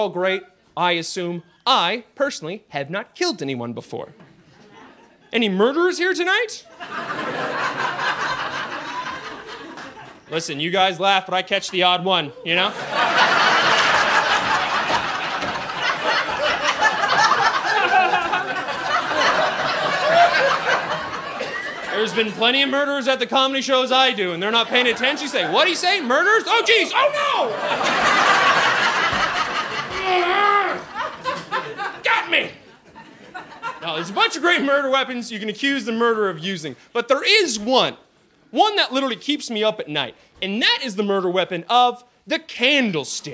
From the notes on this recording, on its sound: From a live show in Saint John, New Brunswick.